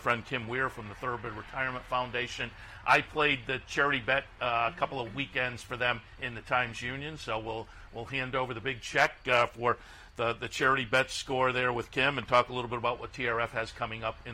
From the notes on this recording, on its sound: live from Saratoga Race Course